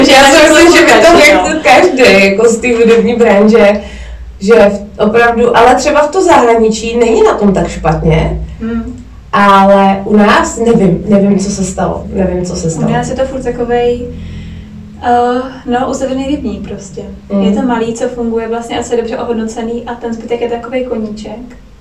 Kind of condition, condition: fault, poor sound quality